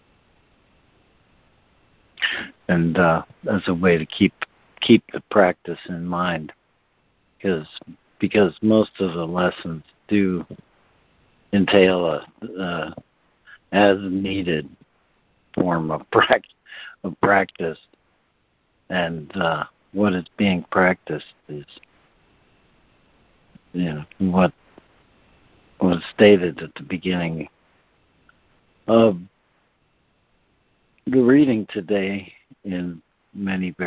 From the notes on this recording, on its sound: ACIM Daily Conference Call.